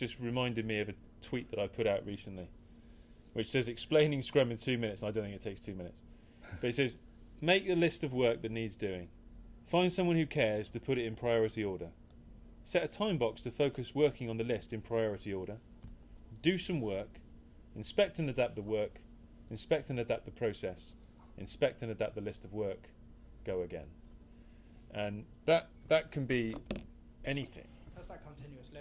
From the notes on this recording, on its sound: From The Infinity Arms, Leeds, UK. Our second LIVE pubcast event was run in collaboration with the Agile In Leeds user group.